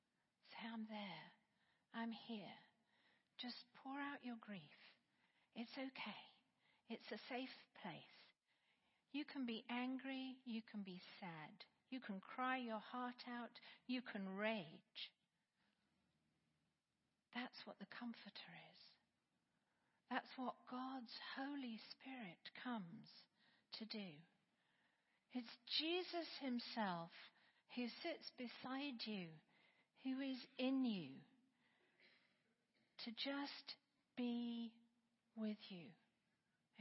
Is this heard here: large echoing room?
yes